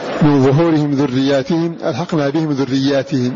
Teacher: بالمد أي إثبات الألف بعد الياء وبكسر التاء في الموضعين